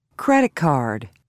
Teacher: the final sounds t, d, p, b, k, and g are not fully pronounced before other consonant sounds